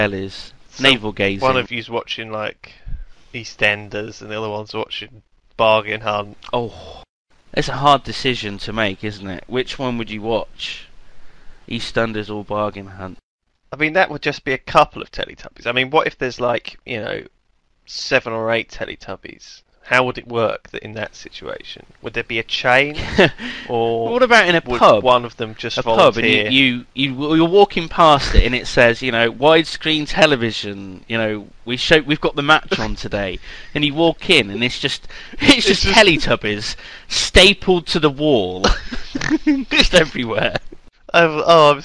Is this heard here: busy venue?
no